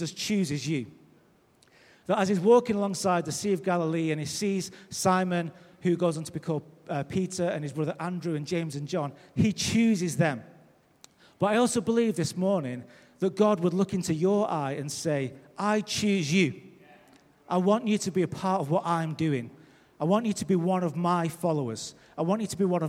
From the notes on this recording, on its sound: Recorded live at Life Church.